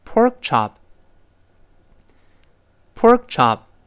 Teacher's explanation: 注意那个 pork 那个 k，失去爆破，因为 k 后面出现其他的辅音了